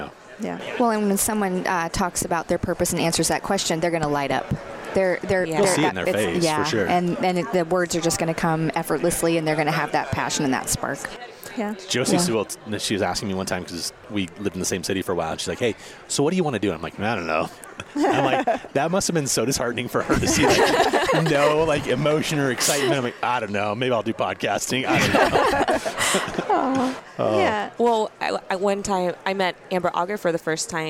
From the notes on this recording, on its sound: We deliver a highly requested episode in a roundtable format, recorded at ADA SmileCon.